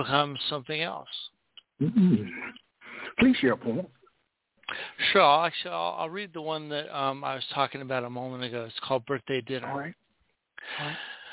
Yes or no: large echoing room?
no